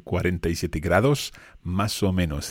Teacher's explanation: These S's at the end of the words are very often swallowed or they're not pronounced.